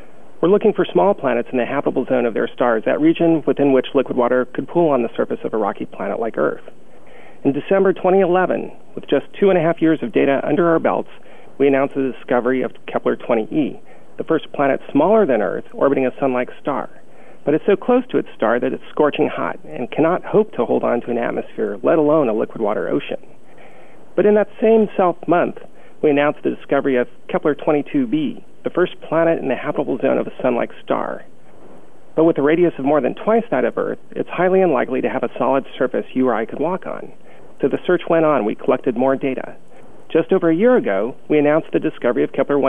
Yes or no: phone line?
yes